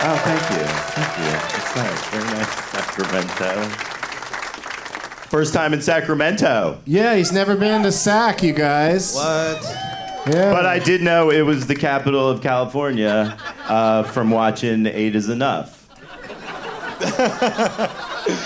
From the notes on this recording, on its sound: Live from The Punch Line in Sacramento